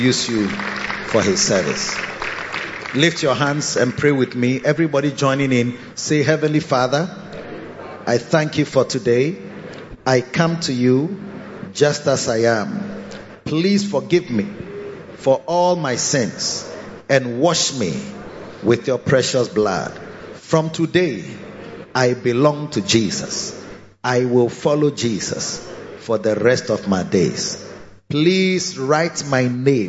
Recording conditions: large echoing room